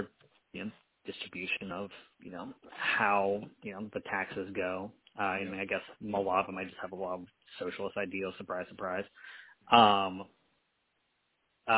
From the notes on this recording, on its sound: We had some technology issues with this one, which led to us broadcasting for a third time via our phones. Due to the difficulties, I did not give the man a proper intro as I was sweating bullets trying to figure out how to record a podcast over the phone.